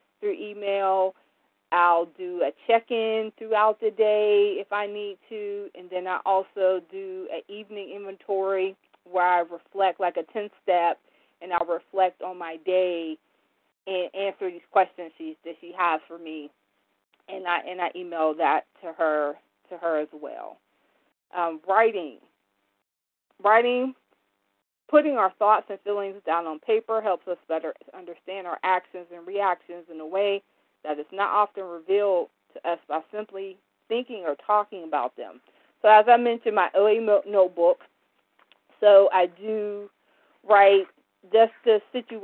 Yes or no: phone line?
yes